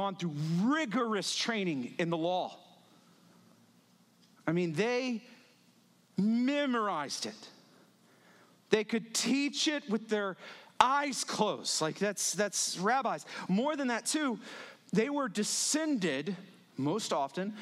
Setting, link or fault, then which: setting, large echoing room